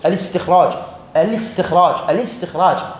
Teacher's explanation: فهنا الاستخراج، هكذا نقول الاستخراج، الاستخراج، الاستخراج، تحذف الهمزة، يعني هكذا أقول في بداية الكلام، أقول هكذا استخراج، لكن عندما أجعله في منتصف الكلام تحذف الهمزة